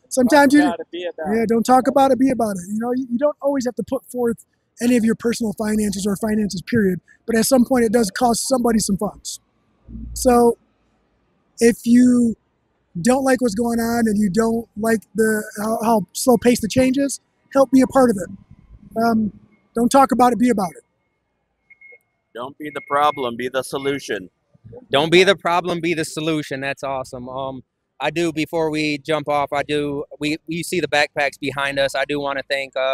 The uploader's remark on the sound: Live from TISE 2024. This week the guys are in beautiful Las Vegas, Nevada.